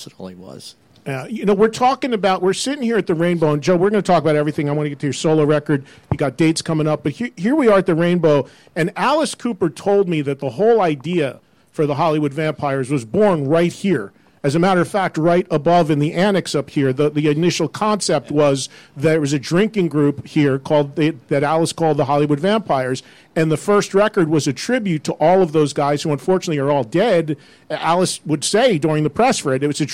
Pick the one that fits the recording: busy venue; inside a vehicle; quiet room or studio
busy venue